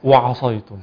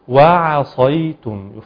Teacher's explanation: يفخم الواو ويفخم العين تبعا لتفخيم الصوت · Shown in: first take